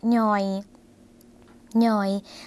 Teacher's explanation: ย่อยเสียงสั้นนะคะพอเสียงสั้นคุณผู้ชมคะเป็นเสียงขึ้นจมูกค่ะ